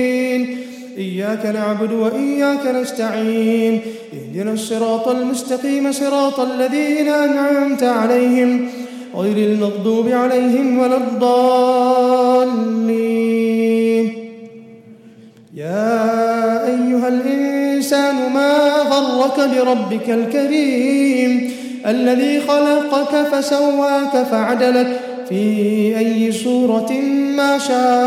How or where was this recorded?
large echoing room